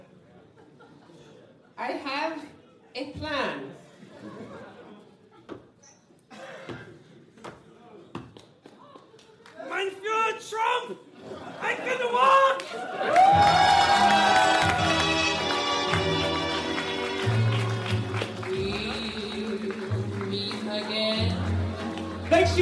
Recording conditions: live audience